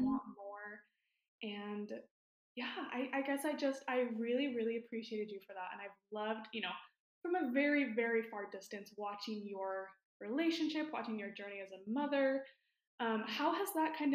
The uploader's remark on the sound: I was so excited I forgot how to correctly attach my mic--I don't actually live in a tin can